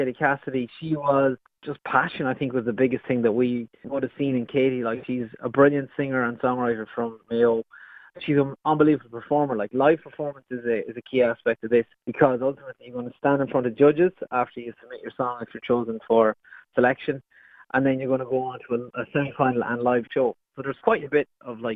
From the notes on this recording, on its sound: over the phone